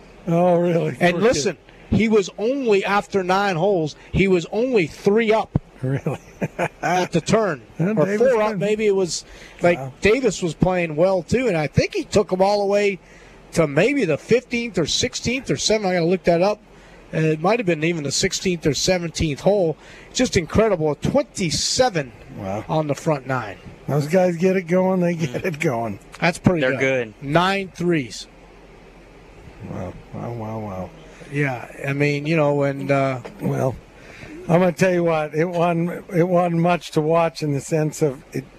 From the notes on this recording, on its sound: LIVE From Terry Thompson Chevrolet!